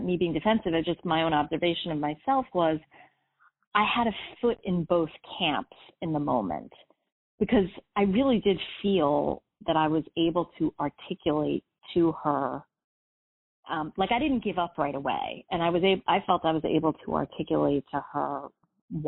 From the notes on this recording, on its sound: In this Coaching Uncut Series, we take you behind the scenes and allow you to listen in to the coaching I do with clients. All of these coaching calls have been recorded with permission from my clients.